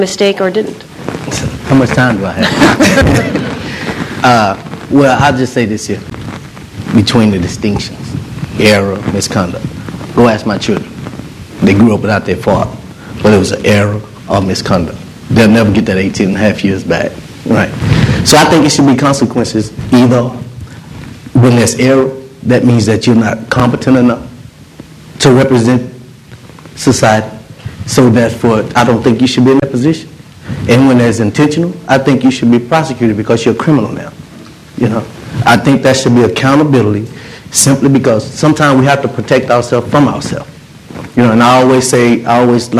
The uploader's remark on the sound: A panel of four. Panel at The Texas Tribune Festival.